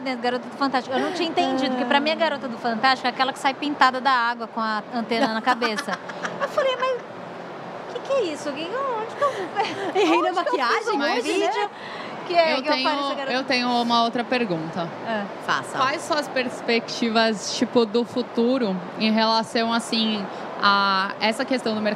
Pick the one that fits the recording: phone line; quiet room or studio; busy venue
busy venue